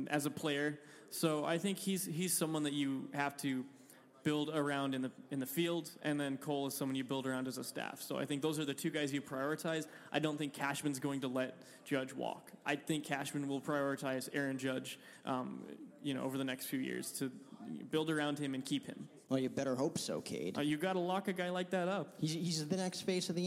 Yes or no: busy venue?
yes